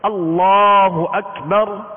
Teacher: تو اللہ عز و جل کے لام کو پر یعنی موٹا پڑھیں گے